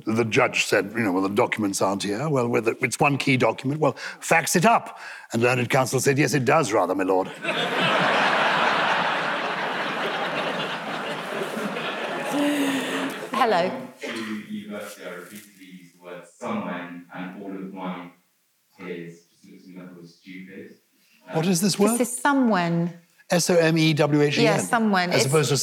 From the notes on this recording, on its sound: Recorded live at Chichester Festival Theatre. It’s the second instalment from our live show at the Chichester Festival Theatre. The 1000 strong crowd at Chichester. Questions from the live audience.